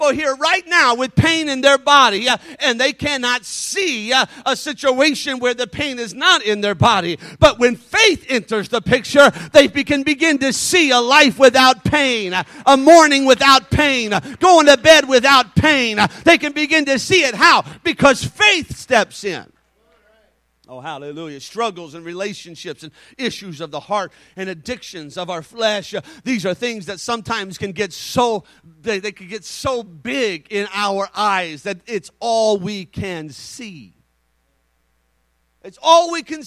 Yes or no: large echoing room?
yes